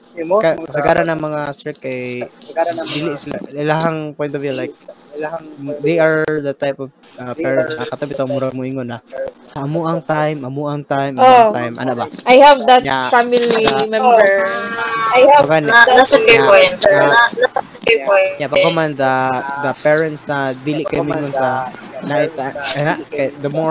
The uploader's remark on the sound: There is a technical problem and we are sorry for the echoes and feedbacks within the video.